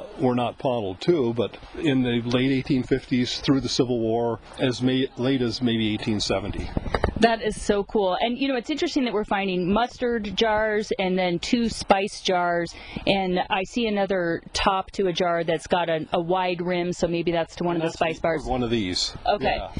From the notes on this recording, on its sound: recorded in the field